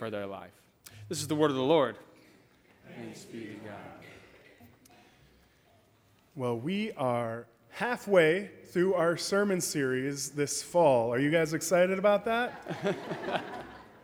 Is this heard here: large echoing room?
yes